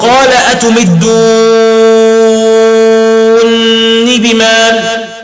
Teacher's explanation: فيقرأ الإمام حمزة بإدغام النونين مع المد المشبع من كلمة أتمدون.